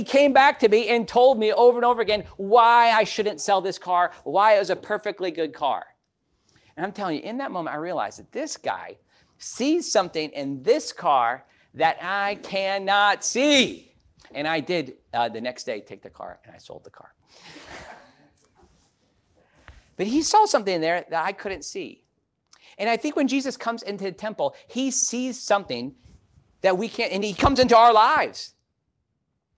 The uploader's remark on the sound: This message was preached at Wesley Biblical Seminary during Holy Week of 2023